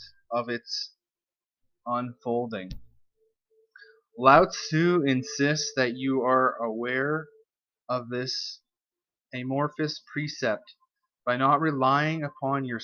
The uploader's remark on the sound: Apologies for the audio quality.